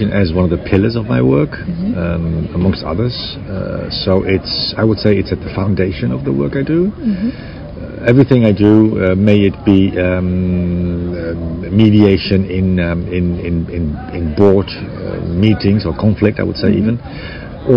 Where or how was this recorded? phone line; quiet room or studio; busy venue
busy venue